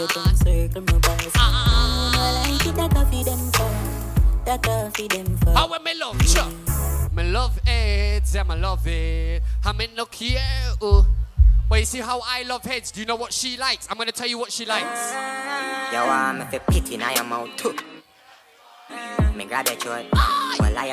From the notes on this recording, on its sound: LIVE AUDIO SET FROM ISLAND BREAKOUT KAVOS 2023